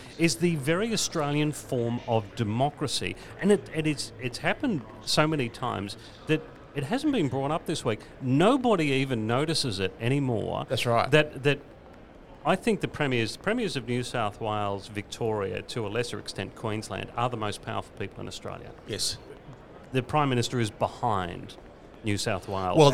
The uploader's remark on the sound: Live from the Chairman’s Lounge in Fyshwick. Live from the place where the real decisions are made.